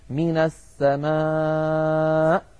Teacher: الهمزة يا إخواننا تخرج بتصادم طرفي الحلقوم عند مخرجها أقصى الحلق. يعني لما نقول مثلا نريد أن نقف على قوله تعالى من السماء، لما نقف نقول من السماء، رأيتم من السماء، لا بد من هذا الضغط.